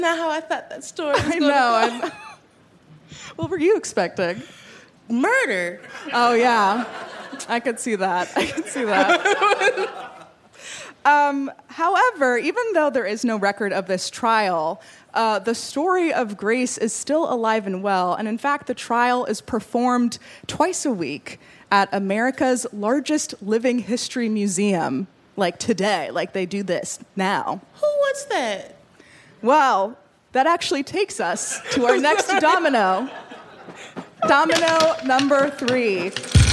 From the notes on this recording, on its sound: In our very first LIVE show